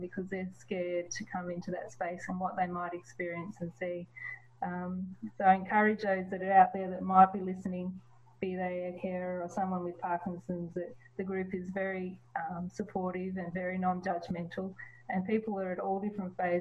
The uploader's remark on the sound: We are chatting again via zoom